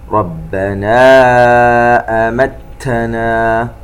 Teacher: مد منفصل يمد بمقدار 4 حركات